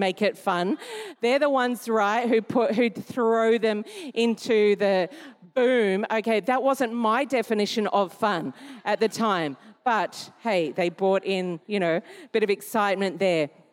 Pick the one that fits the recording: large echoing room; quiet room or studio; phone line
large echoing room